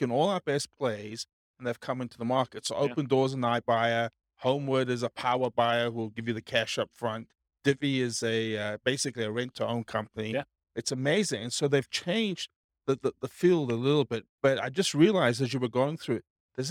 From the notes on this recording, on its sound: This was a live class recorded